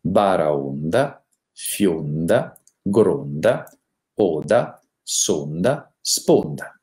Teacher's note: Nelle parole in onda, ondo abbiamo la O chiusa